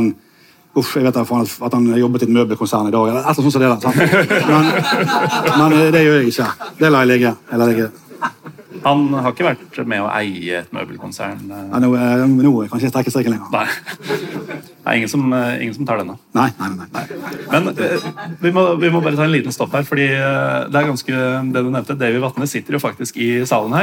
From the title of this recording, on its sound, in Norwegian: Live fra Bergen